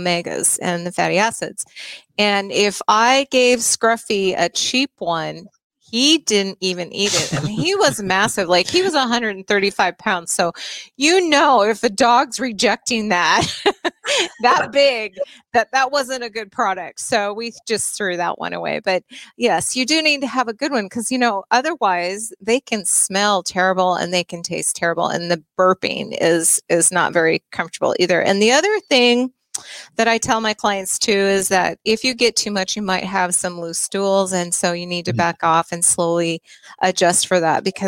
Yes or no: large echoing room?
no